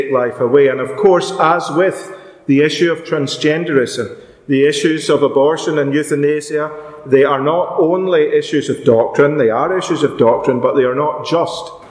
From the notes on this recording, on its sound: Our special afternoon meeting at Ballymacashon Congregational Church. This podcast was recorded live at that meeting.